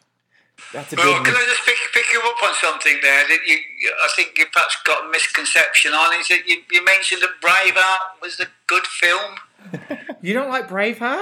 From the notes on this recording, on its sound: Apologies for the sound quality we tried to be all fancy, but in the end just had him on speakerphone.